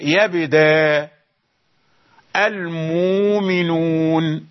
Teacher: أبدلنا الهمزة الساكنة التي قبلها محرك بحرف مد، أبدلناها حرف مد من جنس الحركة السابقة، الحركة ضمة، فإذا الإبدال يكون واوا، المؤمنون تكون المؤمنون.